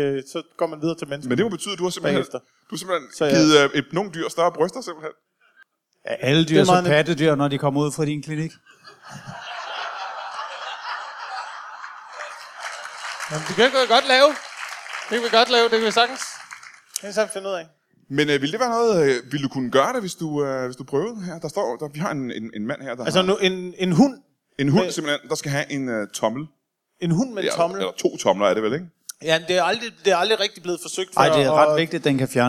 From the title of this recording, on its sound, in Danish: LIVE fra Aalborg